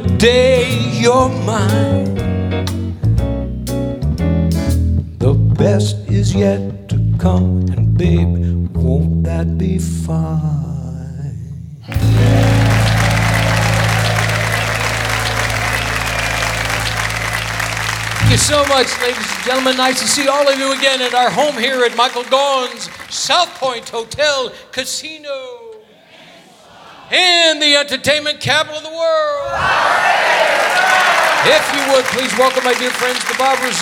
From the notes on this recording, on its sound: Live at the SouthPoint Casino